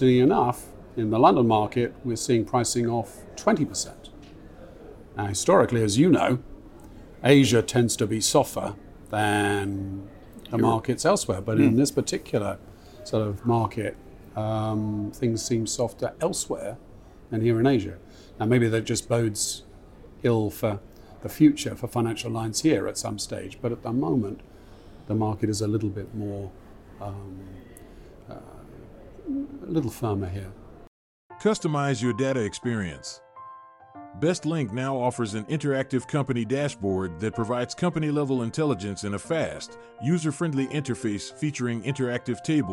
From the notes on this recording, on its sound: spoke with AM Best TV at the Singapore International Reinsurance Conference